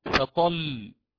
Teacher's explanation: عند الوقف على كلمة فطل نقرأ فطل ونبين النبرة في اللام